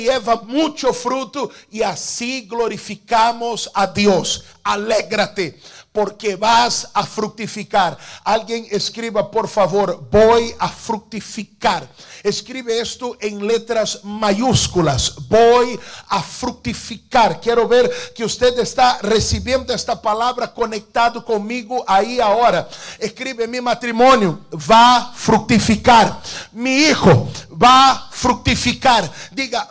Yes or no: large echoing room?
yes